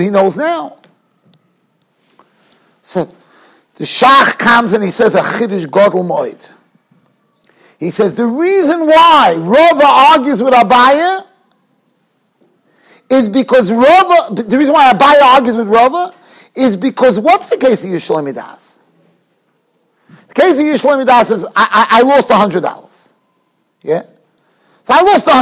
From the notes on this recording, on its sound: Shiur recorded in Yeshivas Ohr Reuven, Monsey, NY.